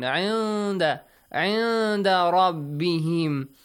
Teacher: Nun Sakin plus dal. Haha. Ikhfa, yes. Hide the sound of noon.